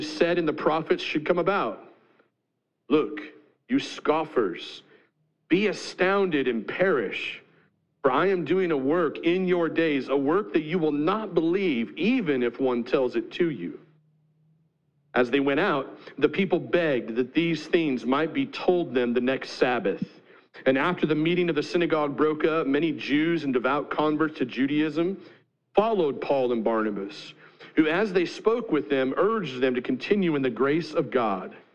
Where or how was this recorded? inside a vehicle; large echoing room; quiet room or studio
large echoing room